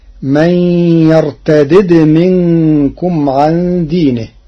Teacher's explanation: قرأ ورش كلمة من يرتد بفك الإدغام بدالين مكسورة فمجذومة، فتصير من يرتدد منكم عن دينه على الأصل لأجل الجزم، وعليها رسم المصاحف المدنية والشامية.